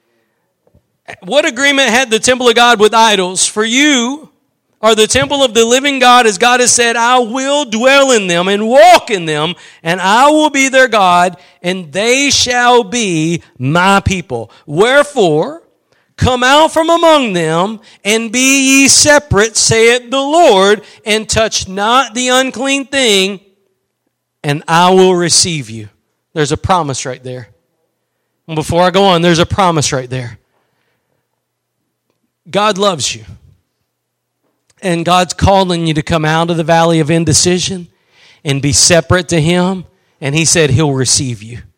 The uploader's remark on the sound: Preached at Gospel Lighthouse in Bossier City, La.